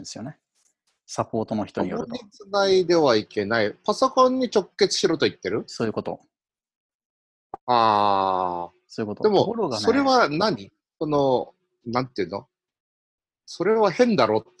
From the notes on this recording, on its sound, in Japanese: ZoomでおしゃべりG.W版。Zoomを有償版にアップグレードした方がいいかなぁ～。